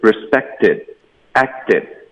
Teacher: 特的音会浊化，科的音会省略 · Term: 特音浊化，科音省略